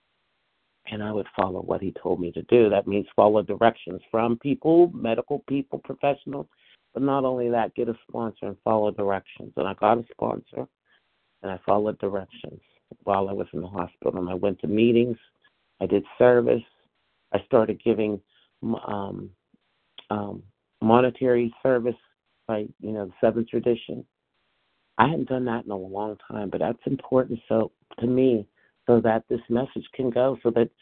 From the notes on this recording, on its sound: from the 100 Pounders Phone Meeting